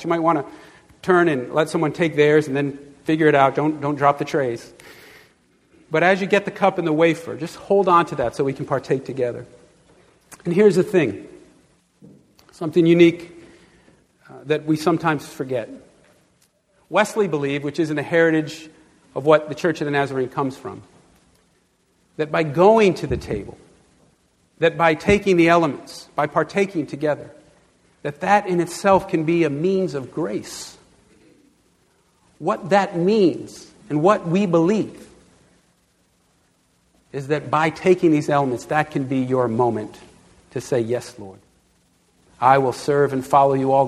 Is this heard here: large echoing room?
yes